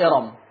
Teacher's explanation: هذه الأربعة أسماء الأعجمية لا ترقق فيها الراء عند ورش فتصير كحفص مفخمة